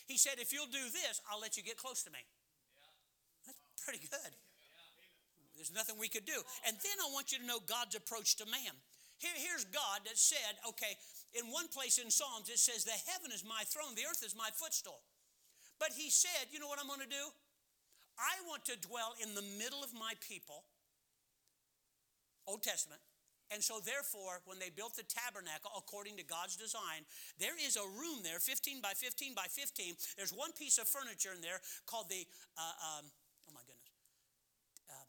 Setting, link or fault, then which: setting, large echoing room